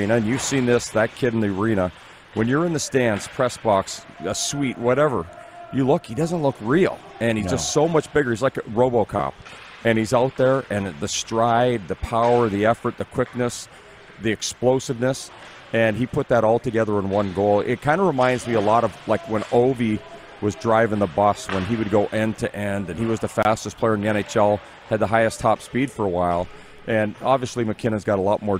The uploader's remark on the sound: We are LIVE from the city of Estevan, Saskatchewan for the 2022 CJHL Centennial Cup Junior Hockey Championship and we have you covered from the Gridiron to the Ice including some LEGENDS joining us on video chat!